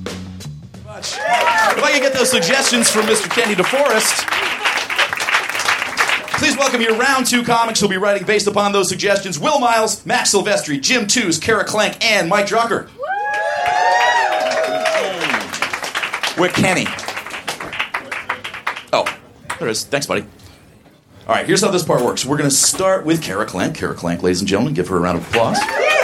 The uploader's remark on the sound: Recorded at Union Hall in Brooklyn, March 7, 2014.